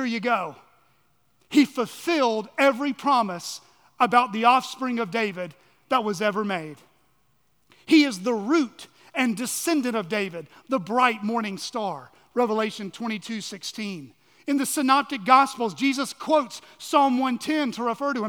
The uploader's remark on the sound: on the morning of October 1, 2023, at Chaffee Crossing Baptist Church in Barling, AR